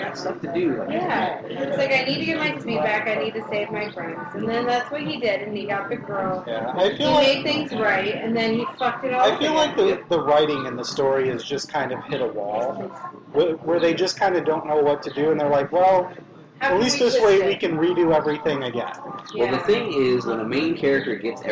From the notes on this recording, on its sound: This week we record live from Rudy's Big Smoke! Cigar Block Party!